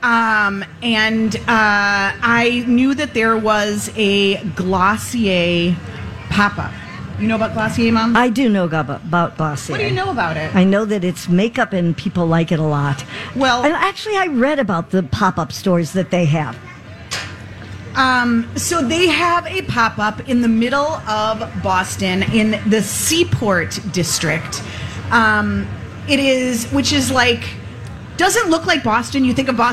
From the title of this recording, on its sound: Live From The Minnesota State Fair